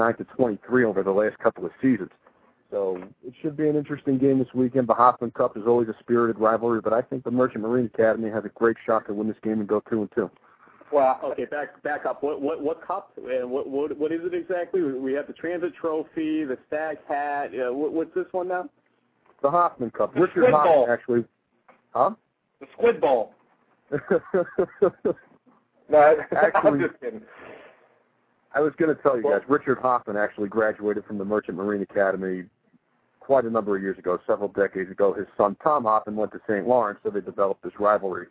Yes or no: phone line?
yes